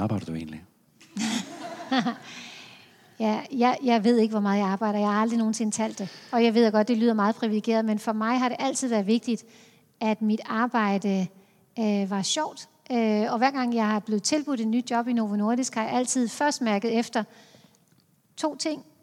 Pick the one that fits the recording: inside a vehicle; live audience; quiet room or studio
live audience